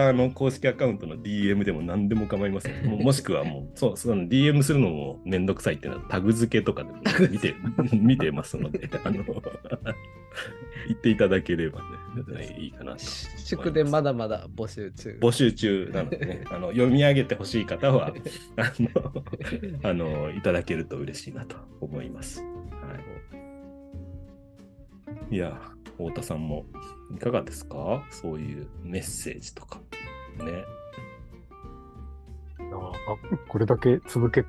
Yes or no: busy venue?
no